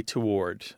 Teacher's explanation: They say it like it's written. They pronounce the W. It's two syllables, not one.